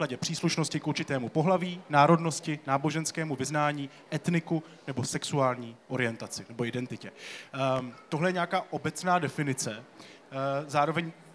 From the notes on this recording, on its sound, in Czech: na knižním festivalu v Ostravě